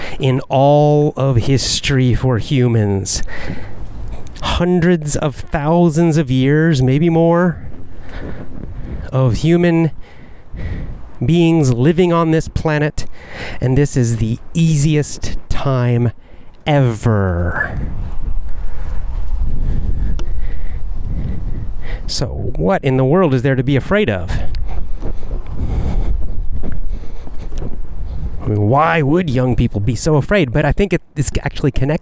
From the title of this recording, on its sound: Walk n Talk